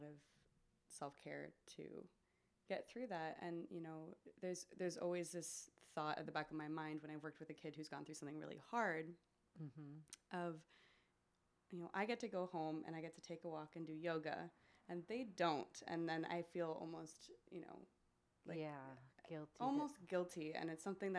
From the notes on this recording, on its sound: This was our first recorded podcast, so the sound is a bit low.